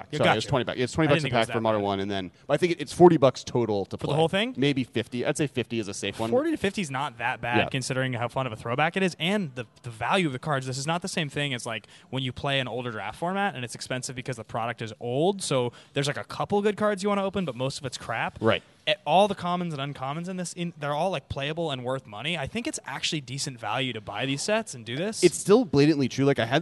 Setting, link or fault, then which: setting, busy venue